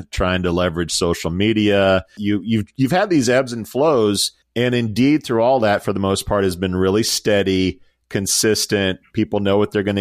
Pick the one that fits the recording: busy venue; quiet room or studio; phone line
quiet room or studio